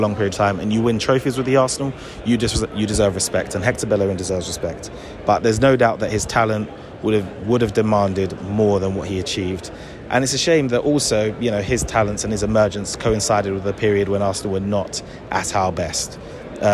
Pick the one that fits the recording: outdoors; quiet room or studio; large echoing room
outdoors